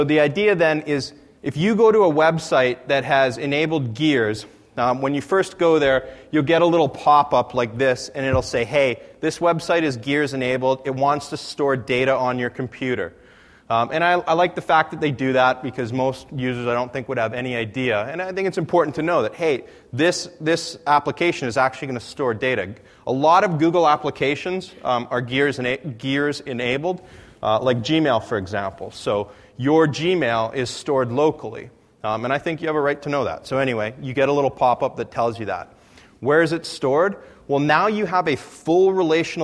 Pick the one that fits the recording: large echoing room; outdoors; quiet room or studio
large echoing room